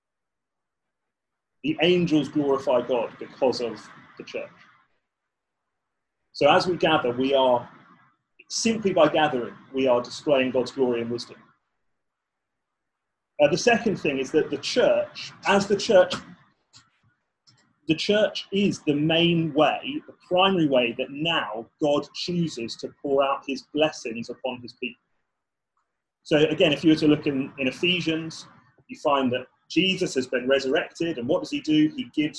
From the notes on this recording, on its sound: Zoom Seminar. A new intro has been added (as it was missed off the original) and capturing all the questions that were asked on the night.